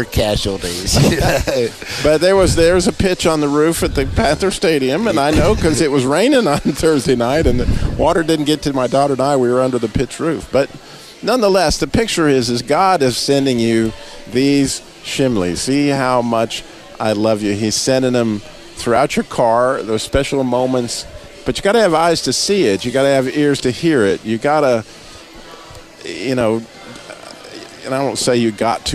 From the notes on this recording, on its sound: live from the Middle Eastern Christian Festival in Kernersville, NC.